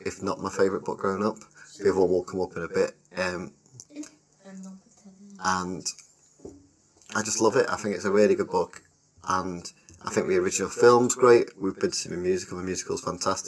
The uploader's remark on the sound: Apology for some poor sound of this one we were having microphone problems.